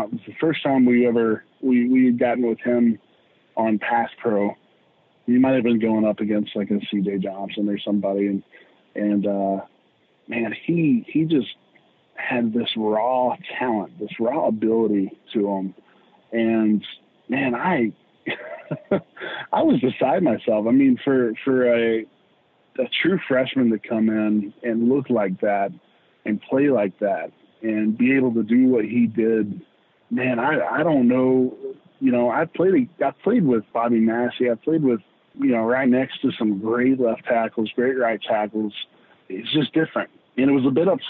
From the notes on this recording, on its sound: joined on the Modern Woodmen phone line